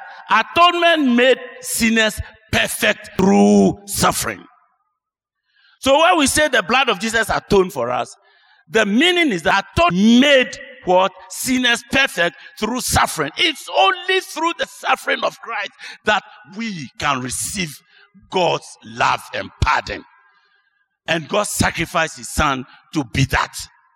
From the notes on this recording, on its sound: Sermon preached at CBC Shiashie Campus.